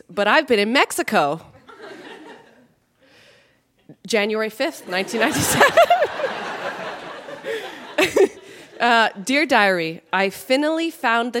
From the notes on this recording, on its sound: Recorded live at The Gladstone Theatre in Ottawa.